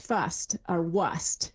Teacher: So that's where we really see the R starting to drop, right before S's.